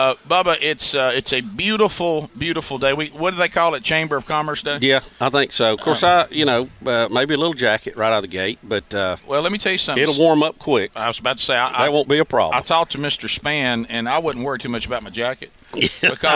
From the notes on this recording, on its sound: We are live from the Regions Tradition at Shoal Creek and the Celebrity Pro-Am.